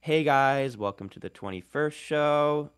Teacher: sort of that uptalk characteristic of like Valley Girl English, but it's actually very good for retention because it makes it sound like something's always coming next and it fills dead air, which is really bad for algorithms. · Term: lifestyle influencer accent